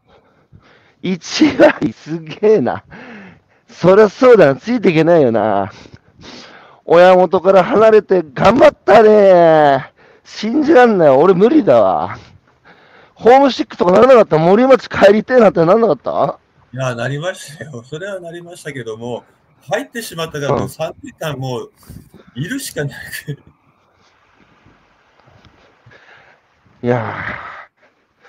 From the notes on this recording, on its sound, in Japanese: 歩きながら1時間、対談する